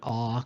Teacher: this is a longer a sound, a, a more open a sound, an ah kind of thing